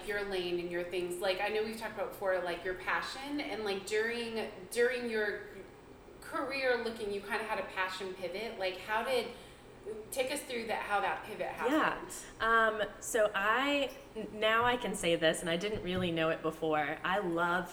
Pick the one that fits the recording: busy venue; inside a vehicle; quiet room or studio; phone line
busy venue